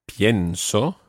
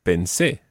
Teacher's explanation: The stress on the present tense is on the IE, and the stress when it's in the preterite is on the last syllable.